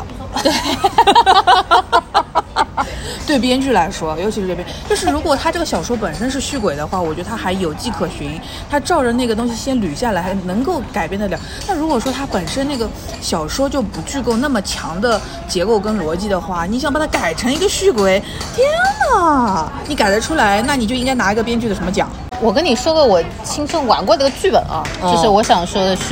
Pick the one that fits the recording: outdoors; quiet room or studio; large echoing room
outdoors